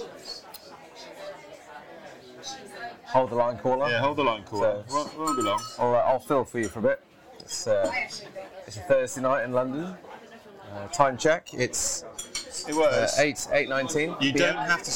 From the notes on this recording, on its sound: Recorded in the nearly 500 year old pub Ye Olde Mitre in London